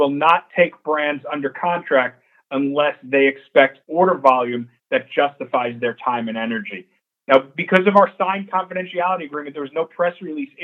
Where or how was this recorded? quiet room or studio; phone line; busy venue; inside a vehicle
phone line